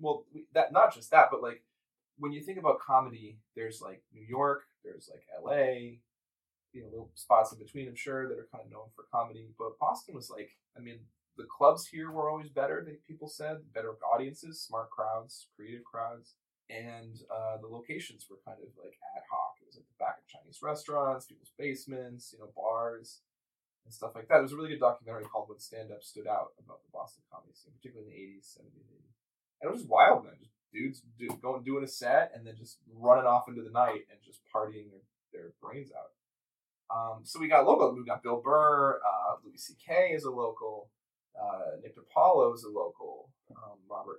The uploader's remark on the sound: Something went TERRIBLY wrong with the audio at the beginning. I could do little to fix it.